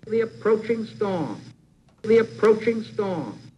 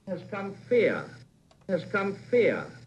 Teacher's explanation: the pronunciation of this final R, which, as in British speech, is a vowel. When it follows a vowel, unless the very next word begins with a vowel.